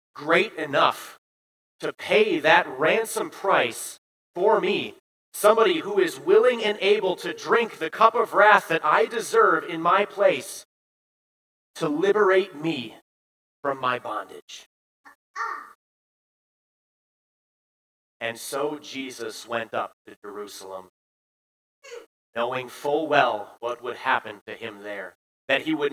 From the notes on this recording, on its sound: Bethany, Appleton, WI. At Bethany's Sunday worship.